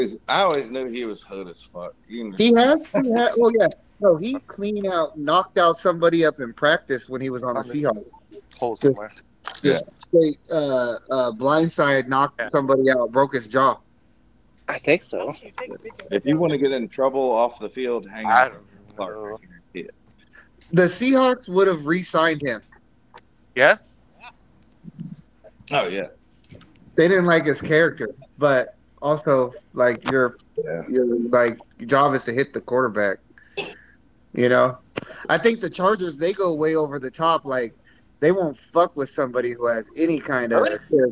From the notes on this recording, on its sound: Finally recorded one of our group calls.